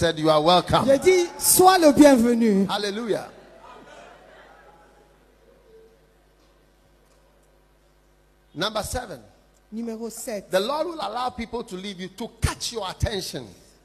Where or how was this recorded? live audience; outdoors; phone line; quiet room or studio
live audience